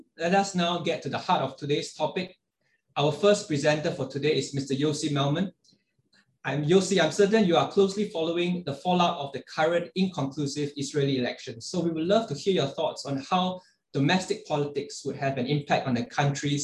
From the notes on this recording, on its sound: In this webinar, a panel of prominent experts will assess the current state of affairs.